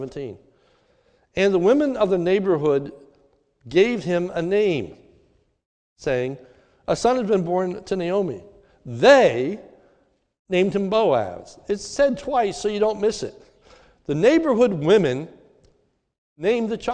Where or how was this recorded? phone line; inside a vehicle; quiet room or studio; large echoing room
large echoing room